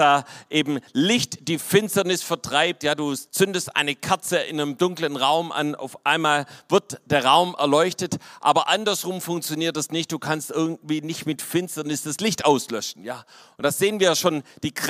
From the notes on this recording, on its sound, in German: vom Weihnachtsgottesdienst am 24.